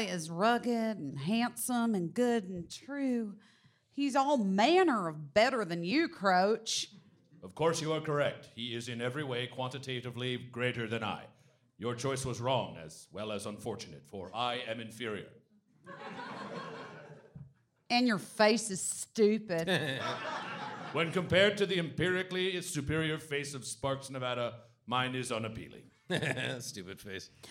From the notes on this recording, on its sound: SF Sketchfest 2020. This episode recorded on January 17th 7pm at The Palace Theater.